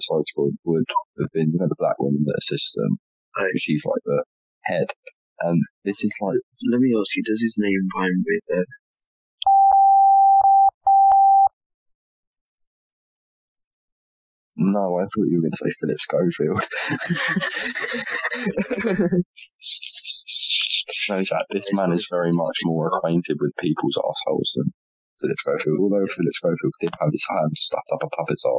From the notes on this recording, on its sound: We tried something new with the recording this time and whilst the sound quality isn’t quite as good.